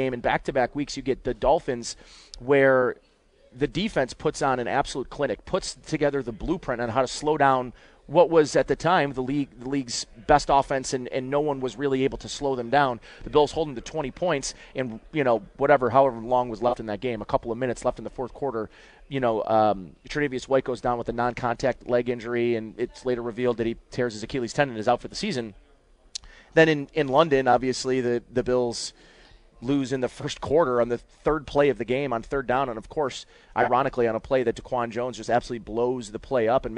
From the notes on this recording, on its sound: Live from Batavia Downs